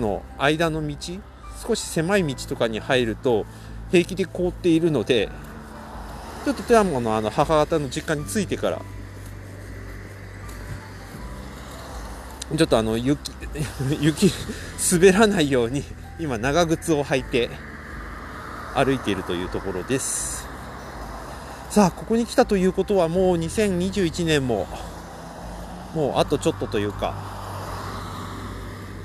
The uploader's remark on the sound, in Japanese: 富山は白く染まってます。到着した富山を歩きながらぼんやり話してます。